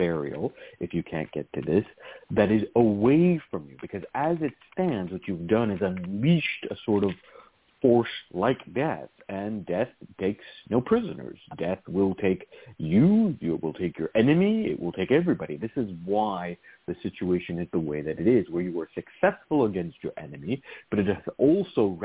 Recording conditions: phone line